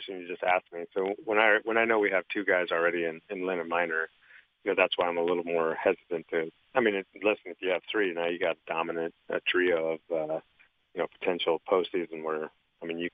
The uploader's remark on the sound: called in to the … and … show.